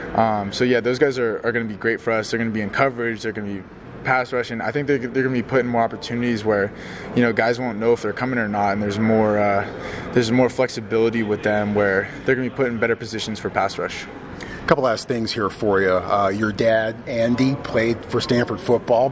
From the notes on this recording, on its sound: Live from Pac-12 Football Media Day in Las Vegas